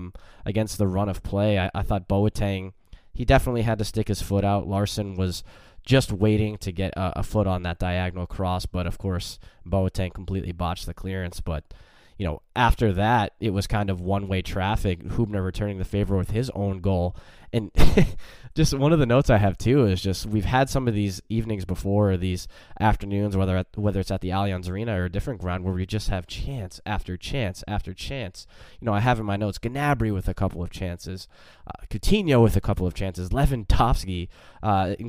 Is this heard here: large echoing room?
no